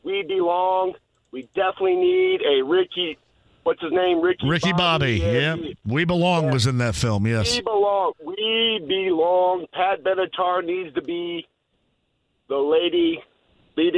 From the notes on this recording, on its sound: Opens the phone lines to take some calls from listeners.